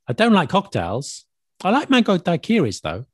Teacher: You say the negative sentence, then you show contrast, and then you put though at the end with like a rising tone